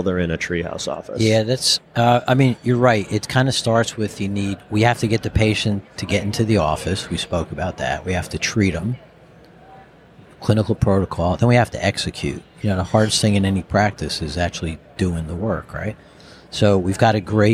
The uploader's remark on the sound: Recorded at Vision By Design